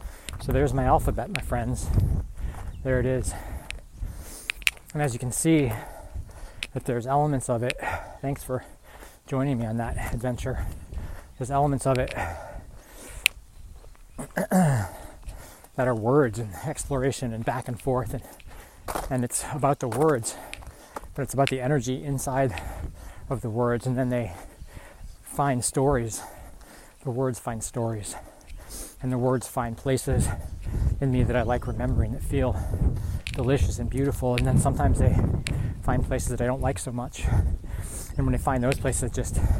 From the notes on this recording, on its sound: Recorded on a hilly 10K training run. I had an absolute blast recording this while on my run.